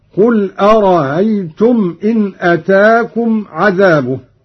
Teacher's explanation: قوله تعالى: قل أرأيتم إن أتاكم عذابه بياتا أو نهارا. قرأ قانون بتسهيل الهمزة الثانية من أرأيت الاستفهامية هكذا: قل أرأيتم إن أتاكم عذابه.